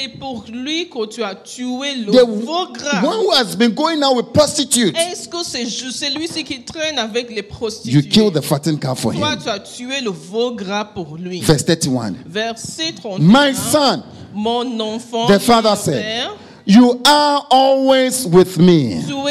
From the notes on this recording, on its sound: Preached during Joyful Hour Sunday Service Rabat